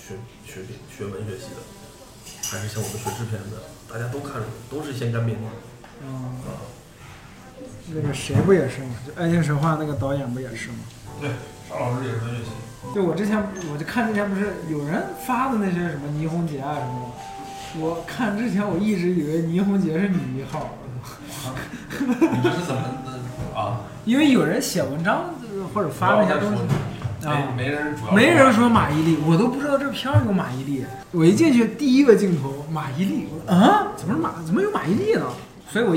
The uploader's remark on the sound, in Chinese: 录音环境为餐馆，所以背景音有些嘈杂